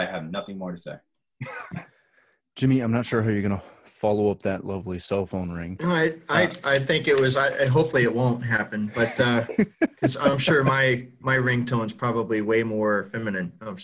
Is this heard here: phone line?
no